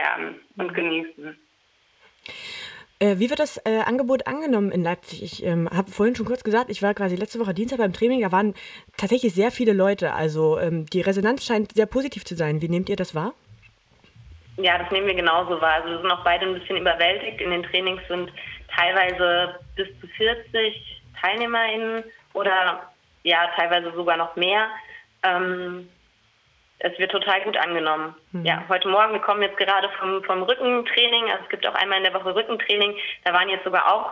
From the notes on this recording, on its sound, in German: Jetzt hier am Telefon.